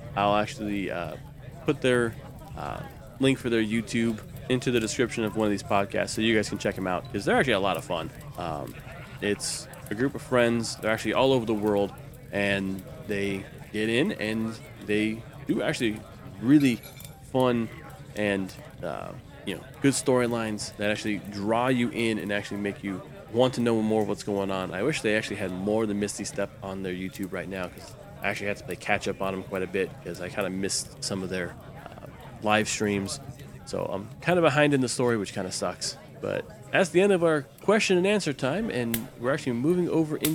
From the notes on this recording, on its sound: Background tavern sound by Syrinscape